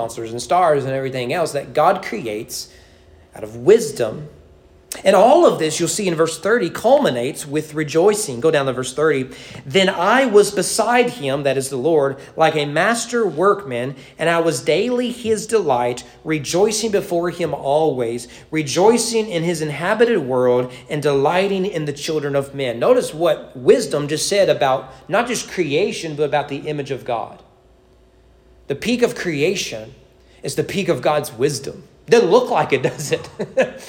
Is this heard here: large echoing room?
yes